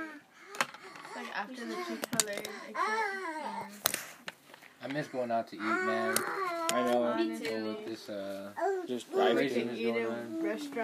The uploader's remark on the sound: There is a lot of background noise.